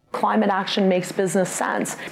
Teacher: Actually, it's not really up talking, it's more a vocal fry.